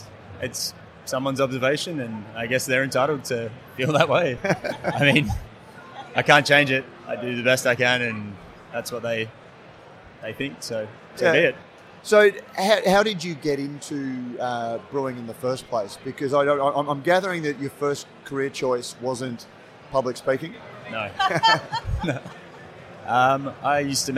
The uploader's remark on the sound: This is a special edition of Brews News, live from GABS in Melbourne. Brews News was able to take our mobile studio to GABS and capture some great discussions with a wide range of people in the beer industry.